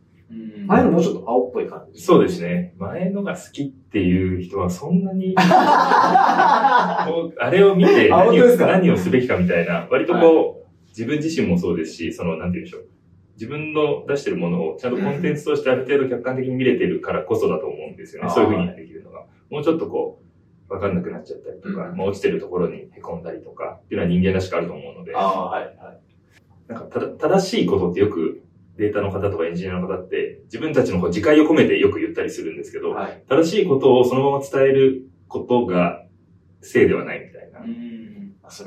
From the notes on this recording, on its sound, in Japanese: Voicyオフィスで出張収録！マイク収録うまくいってなくてスマホの音になっちゃったごめん。